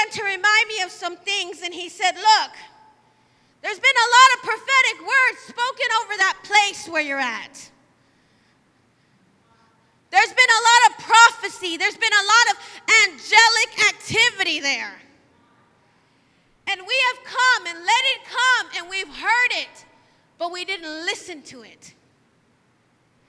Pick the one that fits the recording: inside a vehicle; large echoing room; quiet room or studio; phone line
large echoing room